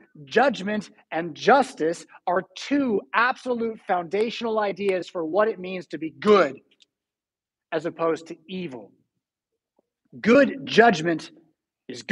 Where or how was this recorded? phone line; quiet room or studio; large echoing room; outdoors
large echoing room